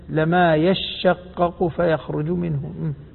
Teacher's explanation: هي أصلا يتشقق فأدغمت التاء في الشين، والحرفان إذا أدغما أصبح الحرفان حرفا واحدا مشددا · Term: الشين المشددة